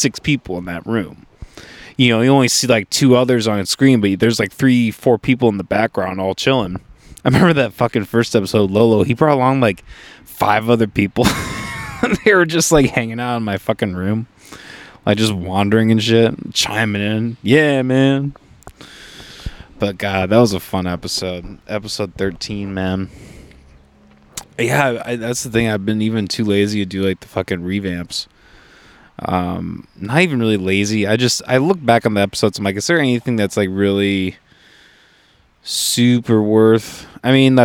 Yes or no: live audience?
no